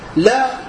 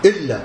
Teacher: لا خفيفة ما فيها شدة، إله ما فيها شدة، إلا فيها شدة، الله فيها شدة